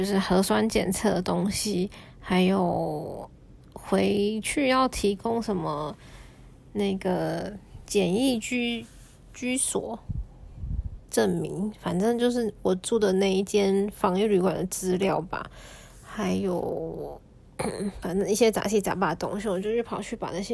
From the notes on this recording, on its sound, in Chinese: 手機錄音大概聽起來會很糟糕。開頭一句話還莫名其妙消失。